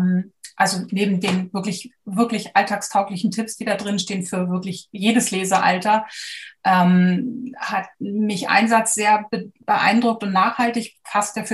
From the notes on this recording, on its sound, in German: Über Zoom im virtuellen Literaturhaus Frankfurt miteinander und mit dem Publikum verbunden. Die Fragen aus dem Publikum zum Ende des Gesprächs.